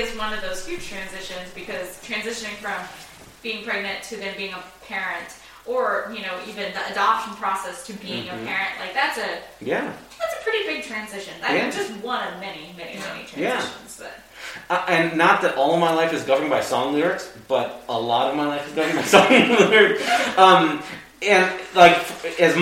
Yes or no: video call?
no